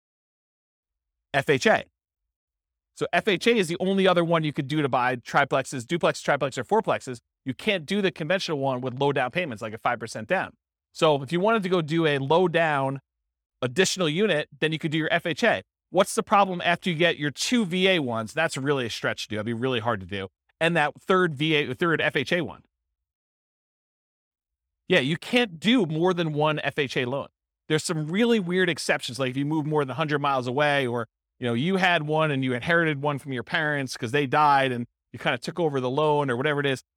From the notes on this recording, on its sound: This was a live class recorded